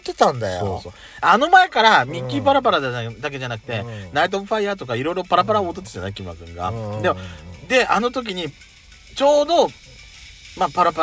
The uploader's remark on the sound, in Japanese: パーキング収録